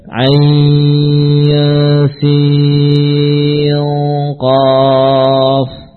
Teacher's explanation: Ain, berakhiran suara nun sukun, bertemu sin, ain, sin, qaf misalkan, maka terjadi hukum ikhfa di sela-sela huruf-huruf ini.